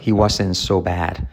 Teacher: La T de wasn't no se pronuncia